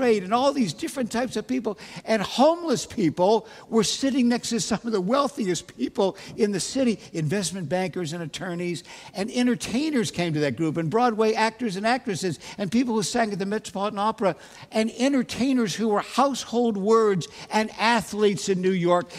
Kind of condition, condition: setting, large echoing room